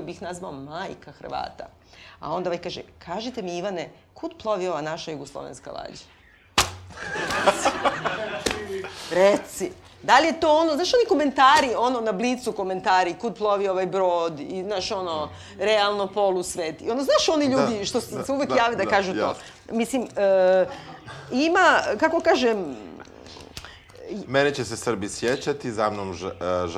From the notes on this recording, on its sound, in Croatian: Snimanje pred publikom i razgovori nakon snimanja.